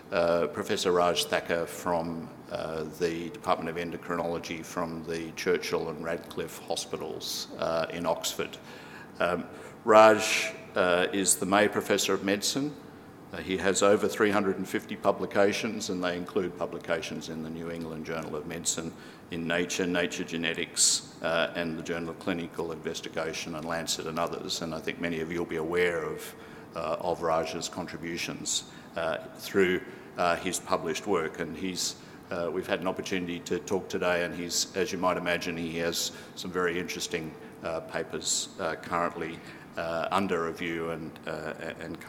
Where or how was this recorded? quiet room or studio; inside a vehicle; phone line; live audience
live audience